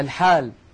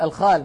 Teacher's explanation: الحال إذا قرأها أحد من الذين يبدلونها خاء يقول الخال مثلا، والخال لا علم، والخال هو أخ الأم، فيتغير المعنى بتغير مخرج الحرف.